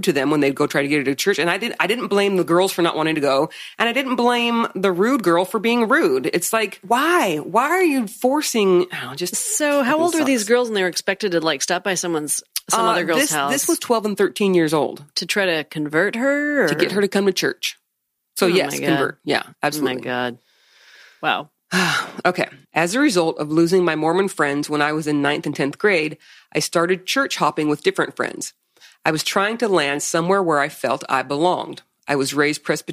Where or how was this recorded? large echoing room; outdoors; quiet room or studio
quiet room or studio